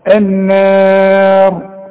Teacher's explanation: الراء هي المفخمة، لكن النون والالف بتاعتها المجاورة ليها مرققة